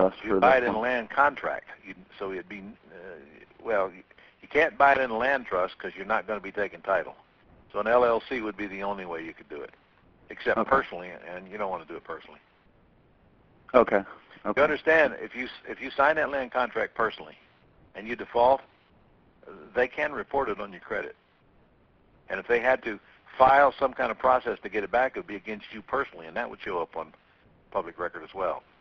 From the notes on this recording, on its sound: Q&A Call.